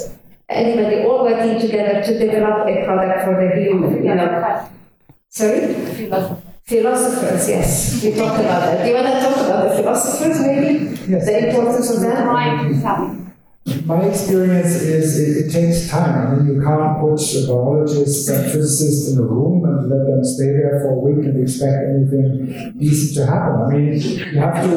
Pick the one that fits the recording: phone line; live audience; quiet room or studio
live audience